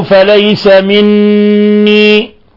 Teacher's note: نون مشددة في لفظ مني، الحكم التجويدي حرف غن مشدد يغن مقدار حركتين